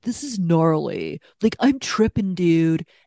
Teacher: And she's this deep, like smoky voice. And she's super pained.